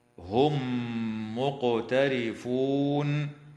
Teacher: وتدغم الميم الساكنة في الميم مع الغنة في قوله تعالى: هم مقترفون، مع مراعاة قلقلة القاف في كلمة مقترفون